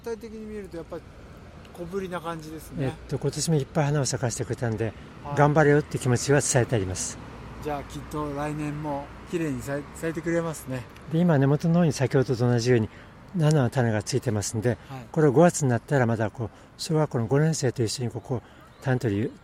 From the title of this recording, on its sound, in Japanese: くにたち大学通り、一橋大学の横からスタート